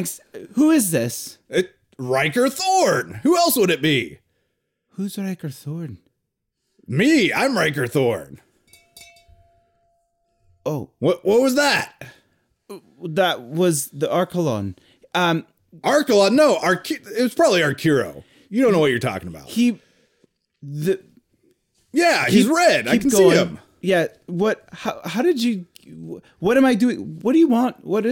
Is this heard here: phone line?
no